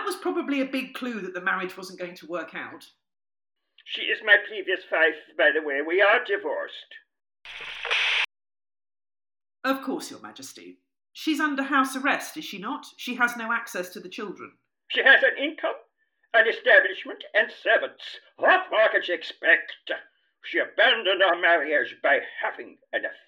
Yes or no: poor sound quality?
yes